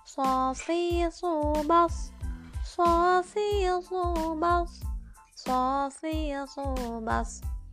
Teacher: tempat keluarnya ujung lidah bertemu dengan gigi seri bagian bawah · Term: huruf so